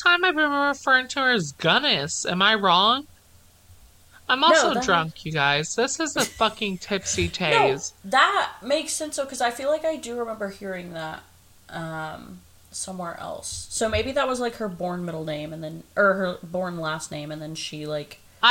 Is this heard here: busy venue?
no